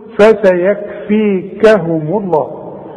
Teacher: وما دام الميم مضمومه يبقى لفظ الجلاله ايه مفخم